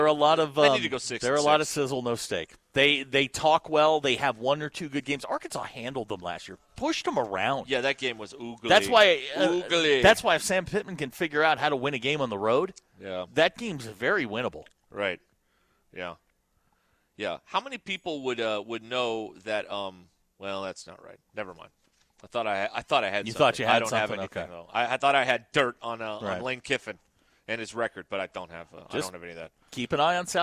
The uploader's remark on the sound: live from the Stadium Shoppe in Fayetteville